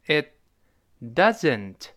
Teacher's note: 那个 T，一定失去爆破，因为 T 是爆破音，后面 doesn't 是辅音开头的，所以都用 It 时间顶上去憋住气。Itdoesn't，昨天刚刚讲过。不要读成 doesn't，是 doesn't 发自的声音。Doesn't，这里